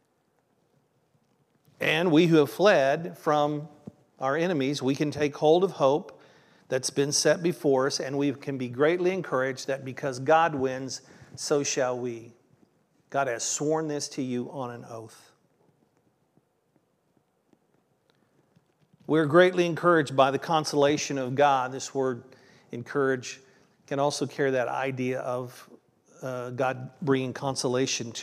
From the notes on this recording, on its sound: This was originally recorded on June 25th, 2023 at Palestine Church of Christ.